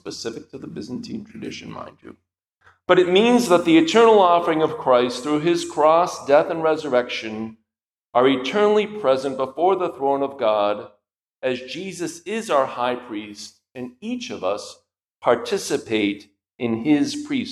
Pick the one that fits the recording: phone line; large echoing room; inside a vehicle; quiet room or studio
large echoing room